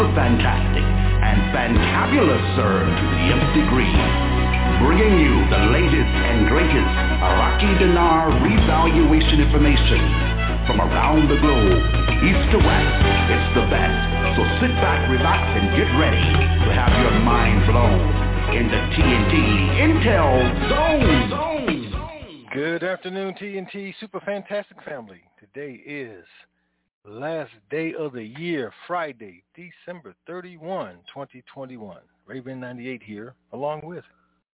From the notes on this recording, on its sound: TNTSuperfantastic Conference Call